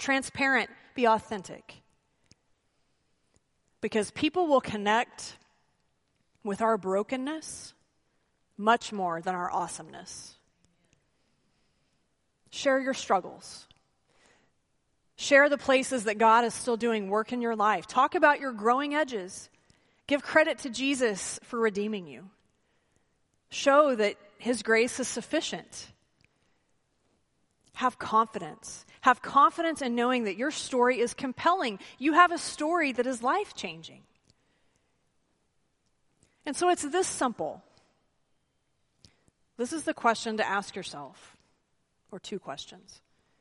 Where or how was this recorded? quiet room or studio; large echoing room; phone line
large echoing room